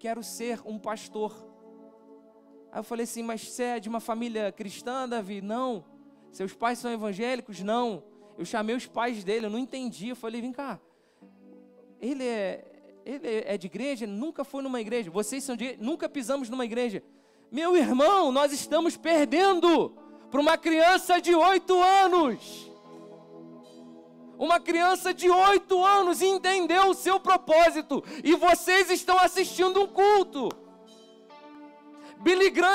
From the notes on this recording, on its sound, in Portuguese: Transmissão Ao Vivo do Culto de Domingo à Noite. Local: Rua Alexandre Fleming 243/ Igreja Reformare.